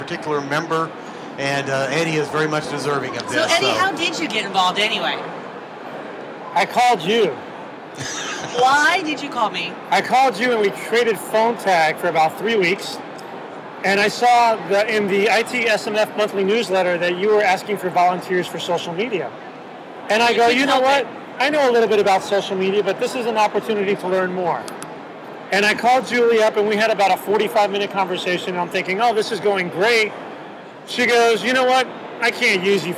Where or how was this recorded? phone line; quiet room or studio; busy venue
busy venue